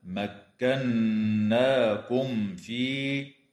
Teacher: وتظهر الميم الساكنة عند الفاء في قوله تعالى مكناكم في